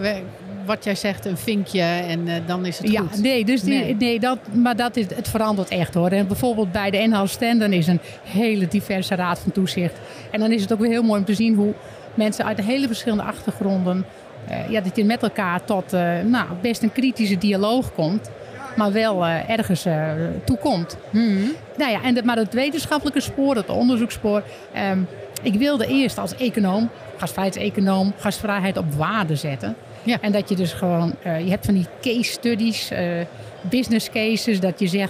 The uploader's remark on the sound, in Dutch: Ook deze aflevering hebben we weer opgenomen op de beurs Gastvrij Rotterdam.